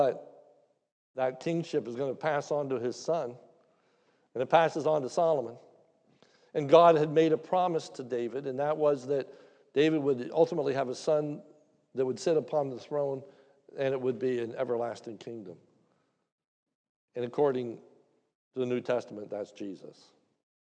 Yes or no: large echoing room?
yes